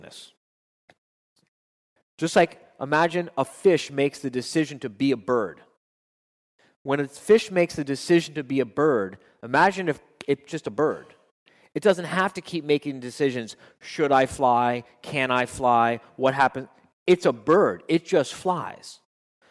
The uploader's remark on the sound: at …’s Live Quarterly Meeting in West Palm Beach, Florida